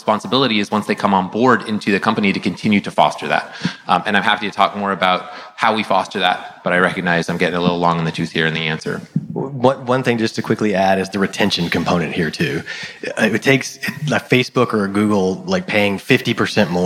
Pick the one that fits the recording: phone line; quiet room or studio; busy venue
busy venue